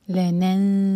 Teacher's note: زا کے لیے اخفا، زا پر بزنگ ساؤنڈ، عین حلق سے، اور نون پر غنہ.